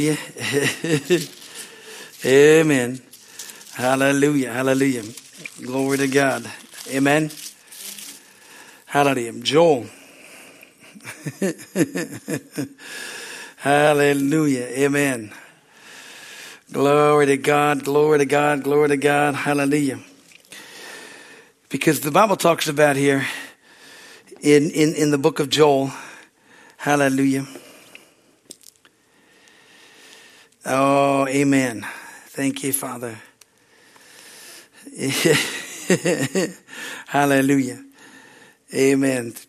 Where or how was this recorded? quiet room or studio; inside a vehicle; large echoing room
large echoing room